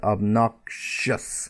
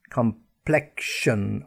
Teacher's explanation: And then also the K sound followed by the SH sound